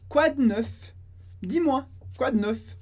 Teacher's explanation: a gente não pronuncie esse E. Então fica um D bem seco.